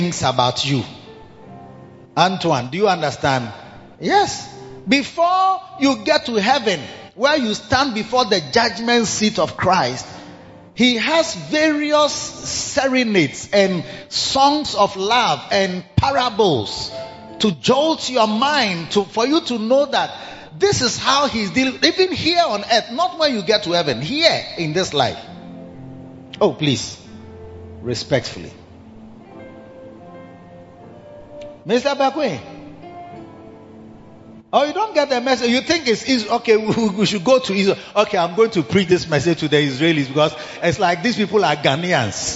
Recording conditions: large echoing room